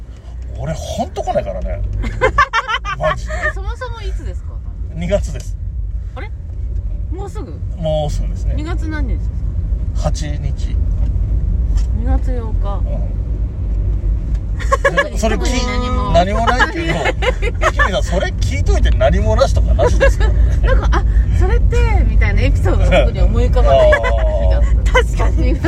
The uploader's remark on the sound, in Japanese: 尚、ドライブ収録ですので、音質につきましてはご容赦ください。